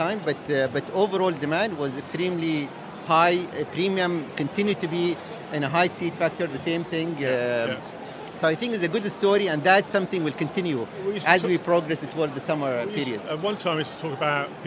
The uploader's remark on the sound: Touring the Middle East's largest travel event - the Arabian Travel Market. In this podcast recorded at a very vibrant ATM.